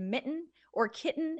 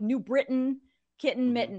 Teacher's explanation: So in Connecticut, we have what's called a glottal stop. So when I say the word mitten or kitten, it's not kitten or mitten or anything, which I think is like a lot of places.